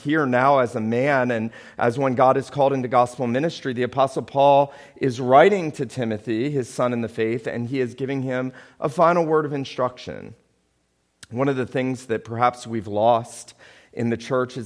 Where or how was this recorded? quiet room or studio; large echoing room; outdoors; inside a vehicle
large echoing room